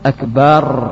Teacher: menghilangkan hams pada al-kaf. Dan ini banyak sekali terjadi sehingga ia ucapkan akbar, bukan ak, ak, akan tapi akbar.